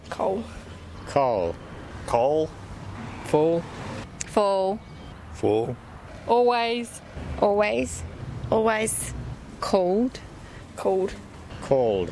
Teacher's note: Còn người Úc thì có thể bỏ luôn âm L là coal. Coal.